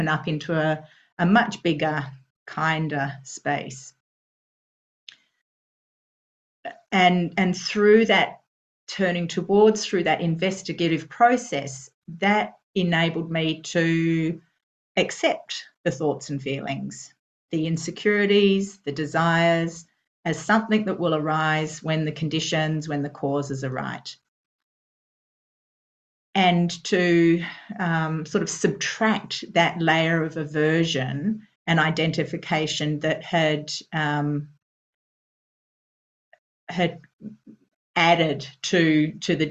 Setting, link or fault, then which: link, video call